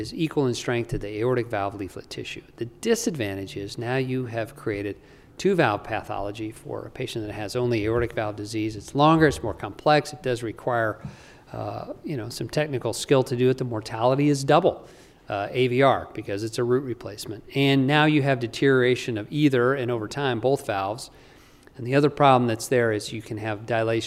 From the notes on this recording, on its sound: During the CORE conference in Salt Lake City, Utah - USA.